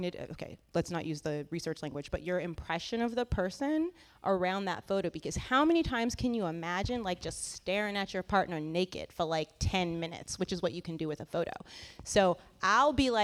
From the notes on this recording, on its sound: Recorded February 12, 2017 at the CLARA auditorium in Midtown Sacramento. Post-Sunday brunch discussion.